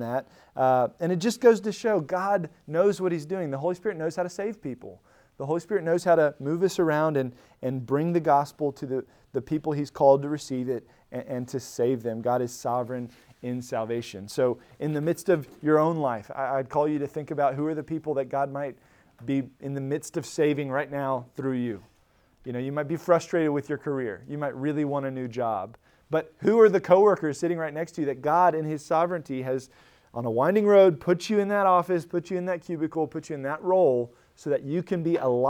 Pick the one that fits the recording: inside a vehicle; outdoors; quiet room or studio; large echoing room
large echoing room